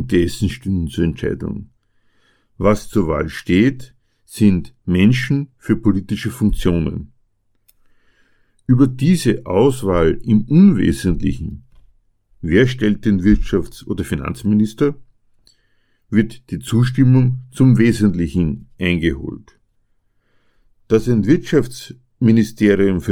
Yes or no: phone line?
no